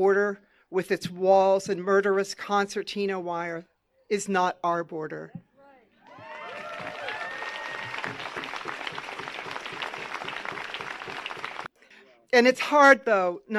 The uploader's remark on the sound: I recorded several speakers from the 54th National Day of Mourning at Plymouth, MA on Thanksgiving Day, 2023